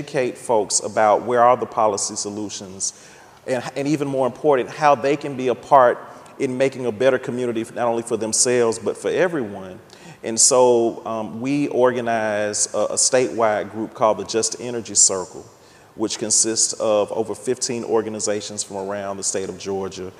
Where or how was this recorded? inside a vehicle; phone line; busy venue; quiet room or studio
busy venue